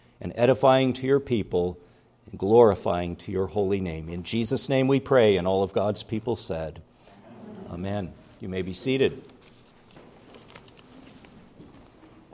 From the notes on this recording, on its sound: preached at Grace Orthodox Presbyterian Church in Sewickley, PA, during the morning Worship Service on Sunday, September 17, 2023.